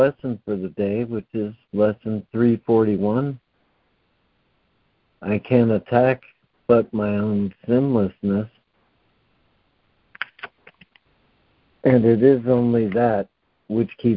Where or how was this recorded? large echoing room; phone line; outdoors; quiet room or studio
phone line